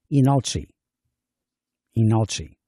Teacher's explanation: it seems like they're implying that we drop the initial consonant L